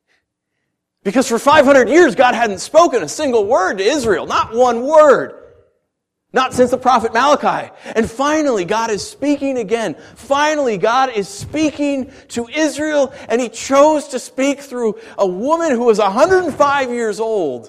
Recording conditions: large echoing room